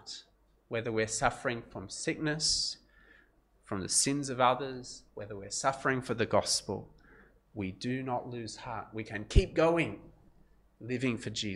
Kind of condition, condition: setting, large echoing room